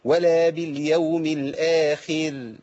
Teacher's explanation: الراء عندي هنا مرققه لانها راء ساكنه بعد كسر حال الوقف